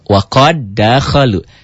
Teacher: Bunyi dal mati yang harusnya qalqalah sughra tidak ada lagi. Dal matinya seakan dibuang menjadi dal kedua dobel. Bacanya bukan waqad dakhalu tapi waqad dakhalu. · Term: idgham mutamatsilin